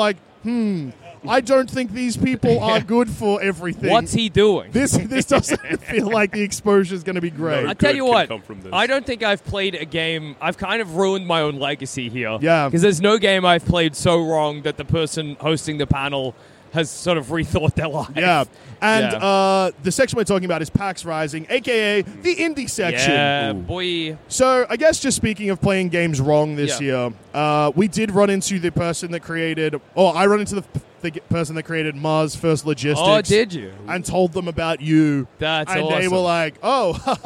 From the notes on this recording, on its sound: Record the first ever second ever podcast live from the floor of PAX AUS (2023).